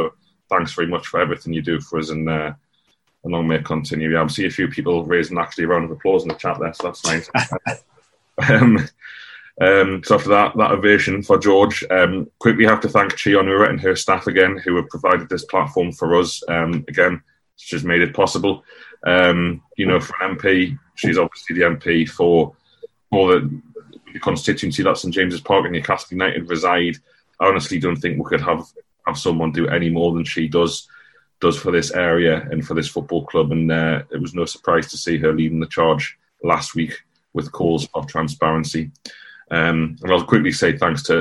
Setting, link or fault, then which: link, video call